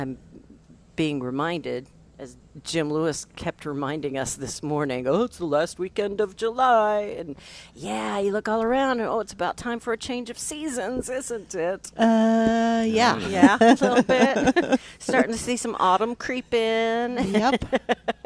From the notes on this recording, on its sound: Plant Experts live from Prairie Gardens